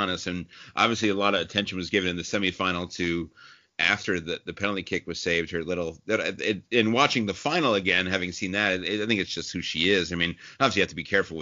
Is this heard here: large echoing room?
no